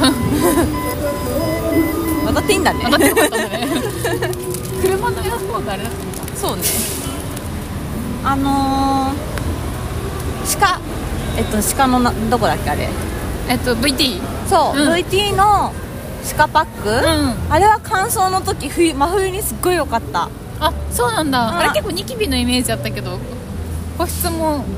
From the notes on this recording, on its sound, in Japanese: 新大久保ぶらり二人旅。雨が降っていて、外での歩きながらの収録だったので、他の人の声も入ったりとお聞き苦しいかとは思いますが。